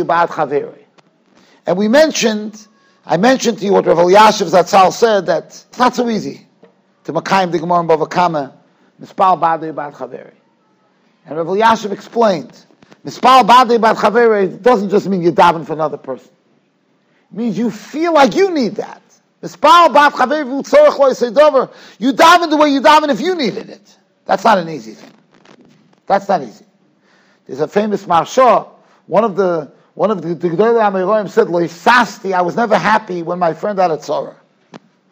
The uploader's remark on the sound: Shiur recorded in Yeshivas Ohr Reuven, Monsey, NY.